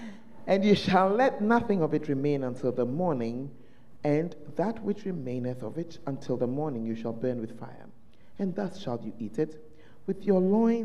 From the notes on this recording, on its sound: on Day Three of The Proton Convention at The Fountain of Life Cathedral